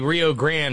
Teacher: we say Rio Grande with grand as one syllable